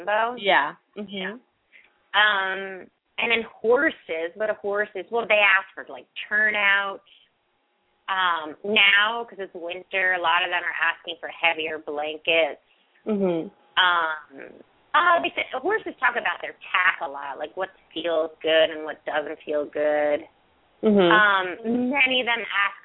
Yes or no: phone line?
yes